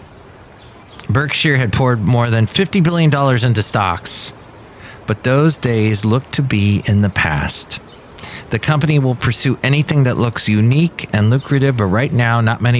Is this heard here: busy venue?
yes